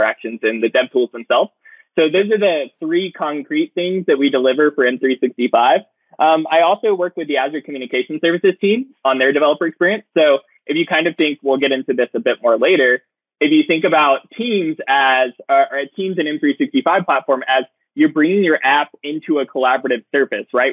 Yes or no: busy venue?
no